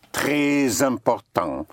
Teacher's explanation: The S at the end of a word may be pushed over to the following word if the following word starts with a vowel and it takes on the sound of a Z